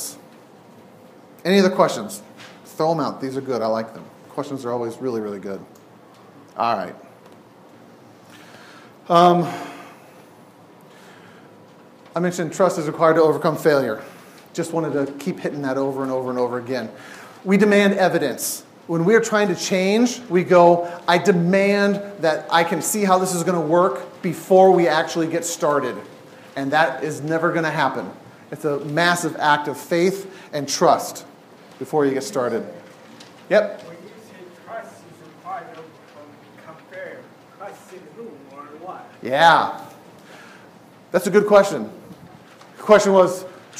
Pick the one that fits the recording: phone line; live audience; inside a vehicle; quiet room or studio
live audience